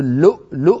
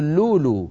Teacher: كثير مننا يبدل هذه الهمزات فيقول لولو، فيبدل الهمزة الساكنة لاستثقاله نطقها · Shown in: second take · Term: تخفيف